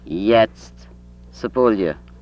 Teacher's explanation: Voiced central palatal approximate